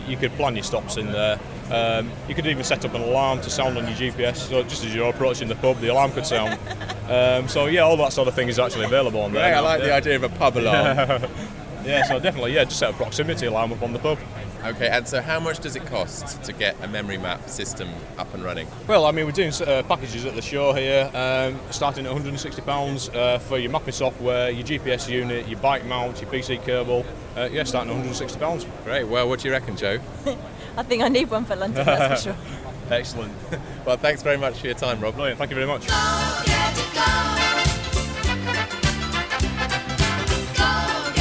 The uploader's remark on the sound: at Cycle 2006, the UK’s biggest cycling exhibition and trade fair.